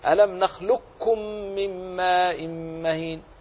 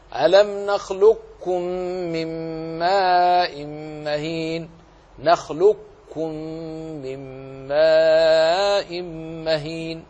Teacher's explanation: أضغم القاف في الكاف لكن أبقي صفة الاستعلاء · Shown in: second take